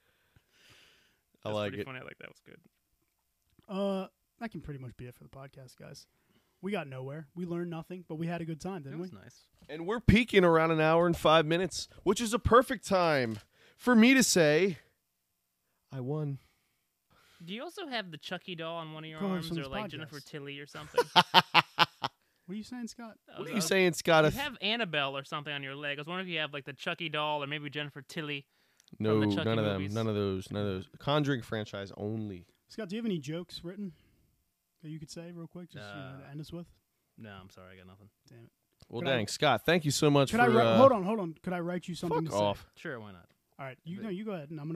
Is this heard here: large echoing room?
no